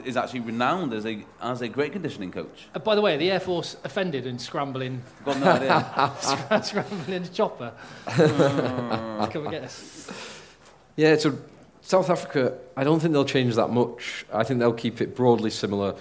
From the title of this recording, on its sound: Live from North Dorset 7's